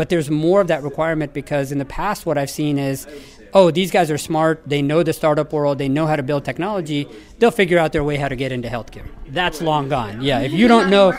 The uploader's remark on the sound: Live from #WinterTech. At the third annual health 2.0 WinterTech conference running concurrent with JP Morgan Healthcare conference week in San Francisco.